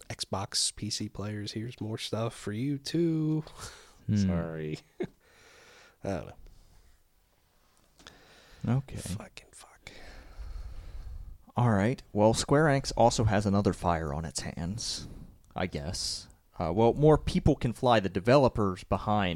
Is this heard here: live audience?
no